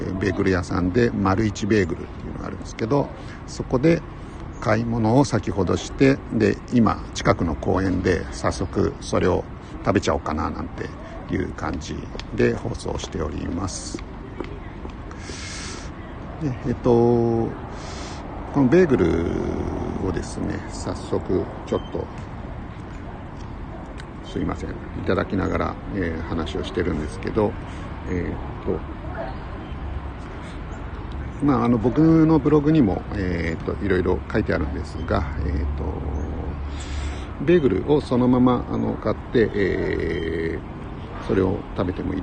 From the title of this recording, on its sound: tokyo walk&eat radio LIVE